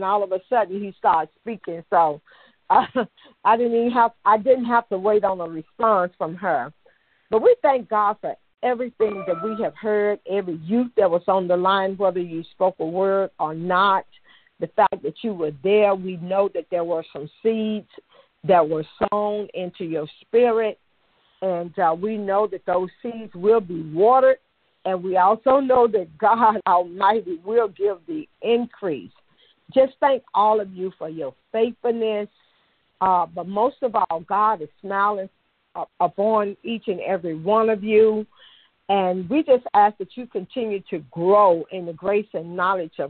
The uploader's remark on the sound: Monthly youth conference call